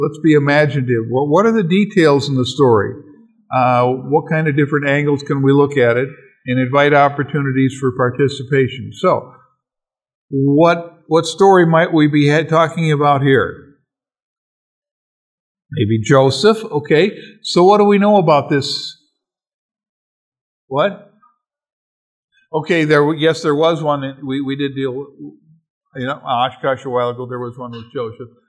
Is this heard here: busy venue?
no